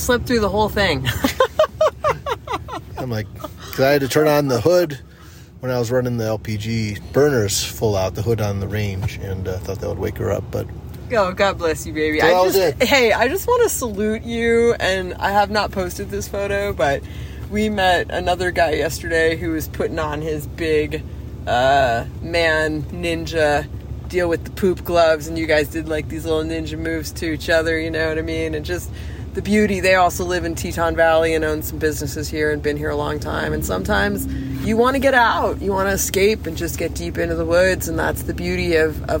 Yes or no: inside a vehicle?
yes